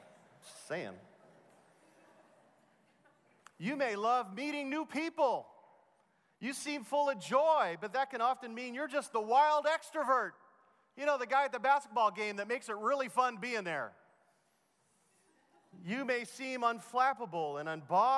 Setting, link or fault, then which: setting, live audience